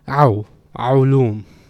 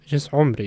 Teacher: You go from the ah straight into the u. · Shown in: second take